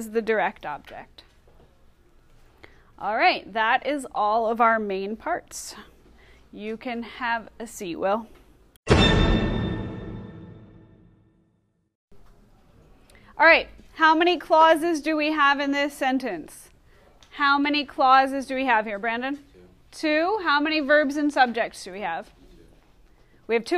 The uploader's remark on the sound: Recorded in class